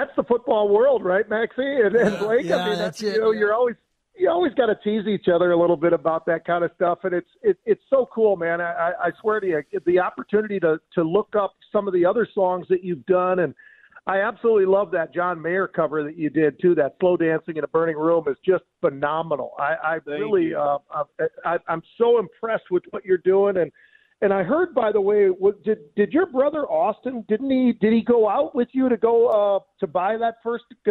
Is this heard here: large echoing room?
no